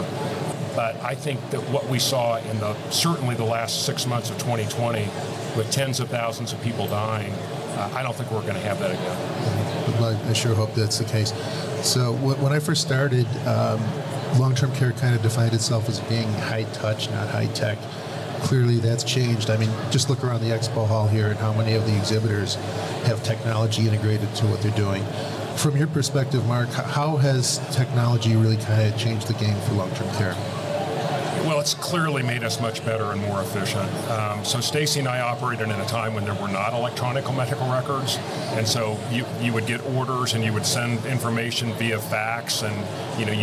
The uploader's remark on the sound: Recorded live at the AHCA/NCAL Conference earlier this month.